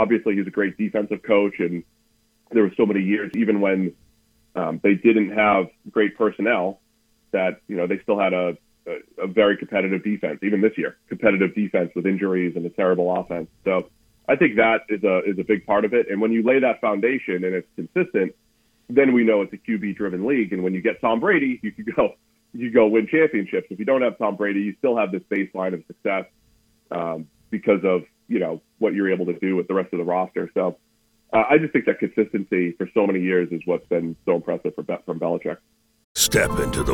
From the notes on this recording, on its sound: Joins the show on the Farm Bureau guest line talking about all of the NFL craziness live in the BankPlus Studio.